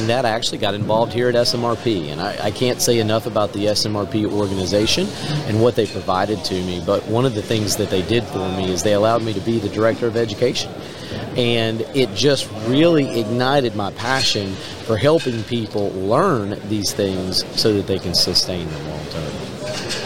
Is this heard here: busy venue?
yes